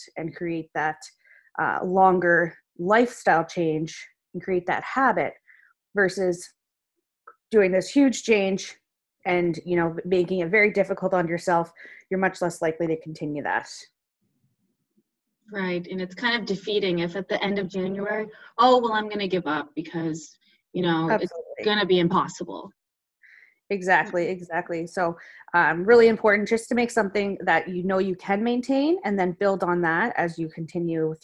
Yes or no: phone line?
no